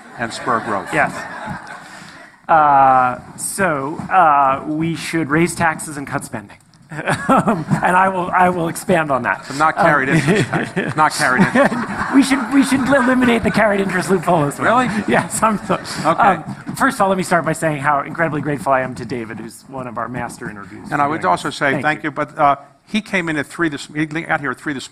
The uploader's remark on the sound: On stage at the festival.